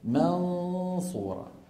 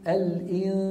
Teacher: التفخيم سببه أن اللسان مهيئ على مخرج الصاد، والصاد إيه؟ مفخمة. · Shown in: first take